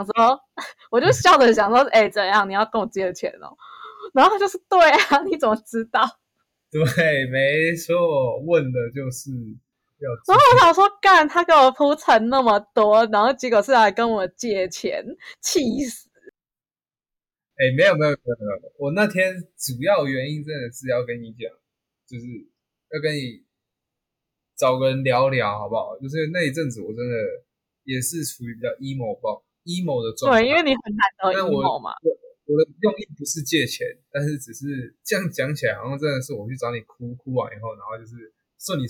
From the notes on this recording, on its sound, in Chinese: 跨海錄音新手！音質有緣再精進！